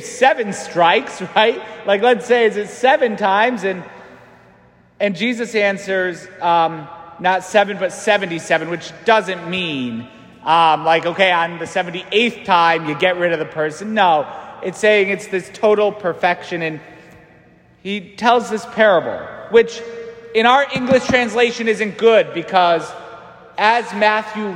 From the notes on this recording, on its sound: St Francis Catholic parish homily